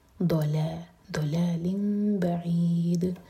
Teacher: make sure کہ ضاد heavy رہے اور لام لائٹ